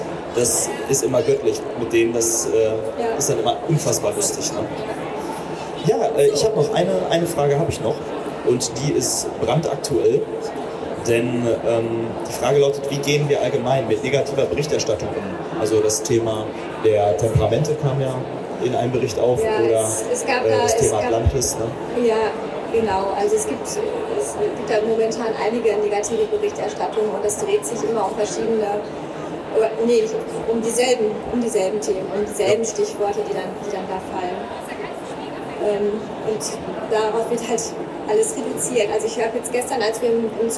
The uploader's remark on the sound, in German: Live von der Didacta. Live auf der Bildungmesse Didacta aufgenommen. Mit Zuhörer:innen, Messetrubel.